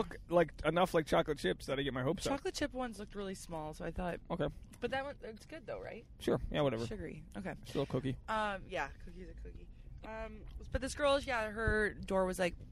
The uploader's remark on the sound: This episode is our first 'CarCast'.